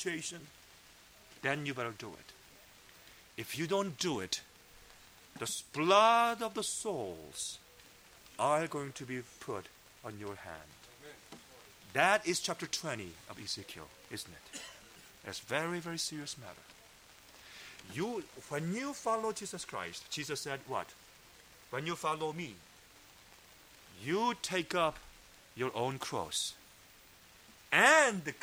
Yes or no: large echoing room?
yes